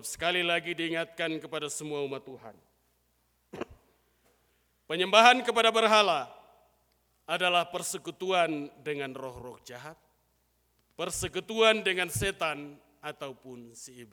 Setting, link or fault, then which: setting, large echoing room